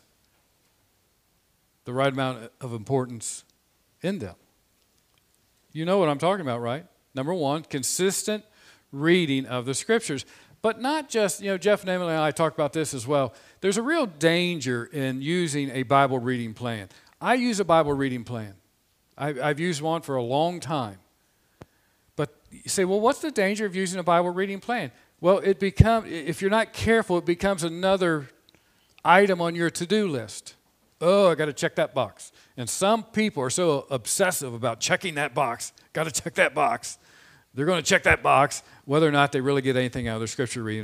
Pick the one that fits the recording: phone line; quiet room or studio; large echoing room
large echoing room